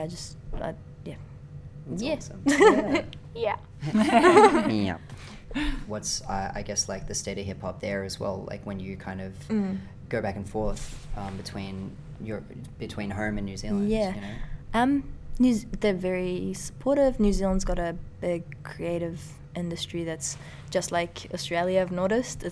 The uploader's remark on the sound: In Sydney for the first time. In conversation on the site of the 4Elements Hip Hop Festival in Bankstown.